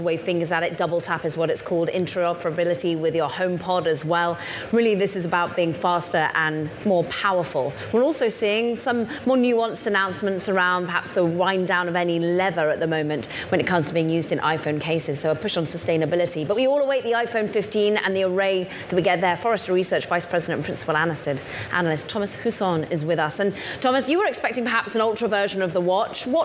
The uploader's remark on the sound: A special edition of Bloomberg Technology live from Apple's Wonderlust event.